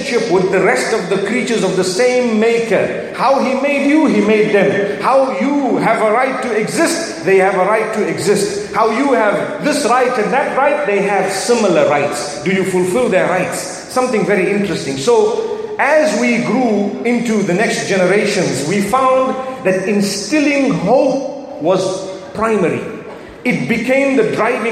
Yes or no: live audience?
yes